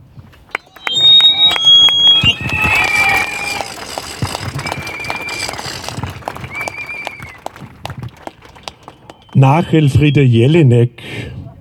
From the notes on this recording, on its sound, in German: April 2023 in Wien für den Erhalt der Wiener Zeitung. Ungeschnittene und unbearbeitete Aufnahme der Reden auf der Auftaktkundgebung am Helmut-Zilk-Platz und der Abschlusskundgebung beim Deserteursdenkmal vor dem Bundeskanzl*amt am Ballhausplatz.